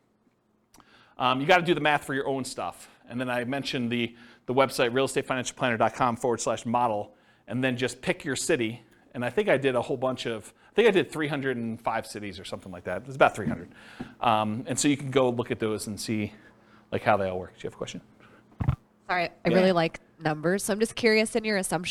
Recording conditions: live audience